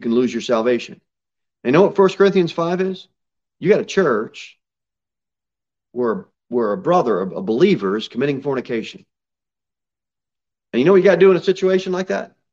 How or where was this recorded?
large echoing room